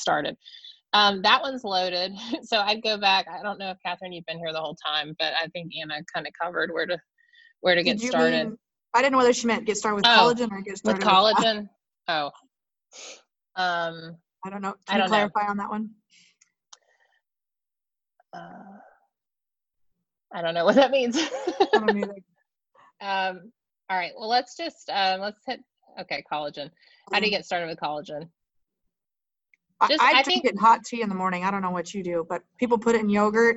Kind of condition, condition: link, video call